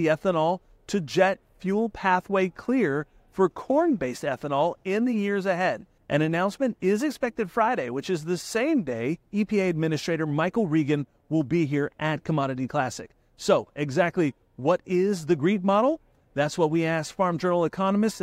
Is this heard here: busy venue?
yes